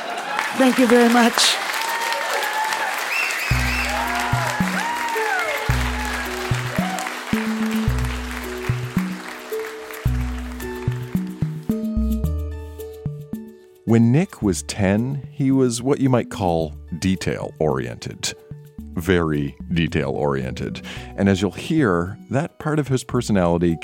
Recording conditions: live audience